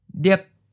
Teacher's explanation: Remember that stops only occur when the syllable ends in the consonant P, T, K, or H. As a high stop, it starts in the high part of your voice and then abruptly stops.